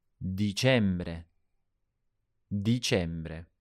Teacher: In Italian, it starts with D, like the word deep. So it's not de, but di.